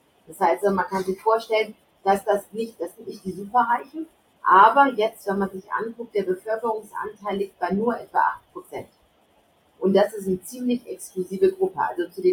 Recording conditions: poor sound quality